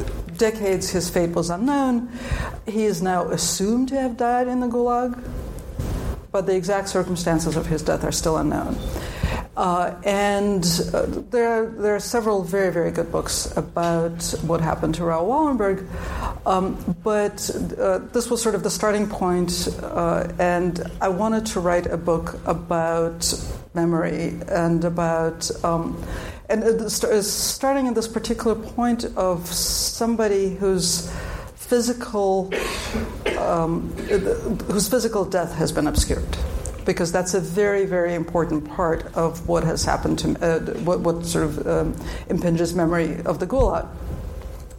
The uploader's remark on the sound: LIVE from Columbia University.